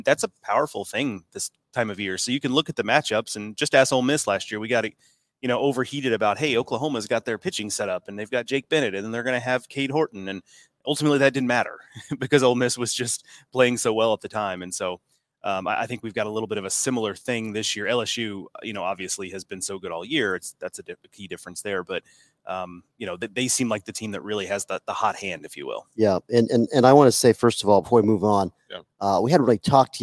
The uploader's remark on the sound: LIVE FROM OMAHA.